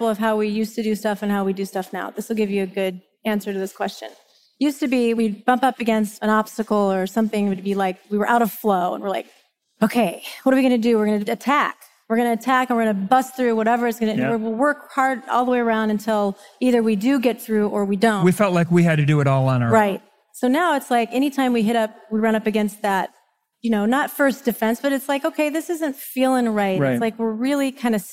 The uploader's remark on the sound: 3-way panel discussion live from Mindvalley's A-Fest stage in Bali